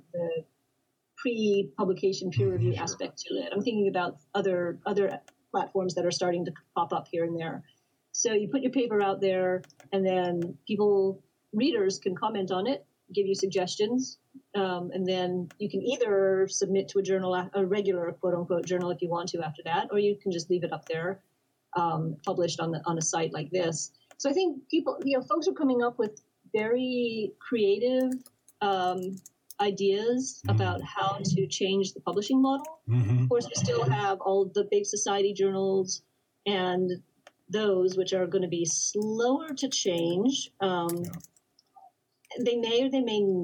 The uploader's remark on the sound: We Apologize for Technical Difficulties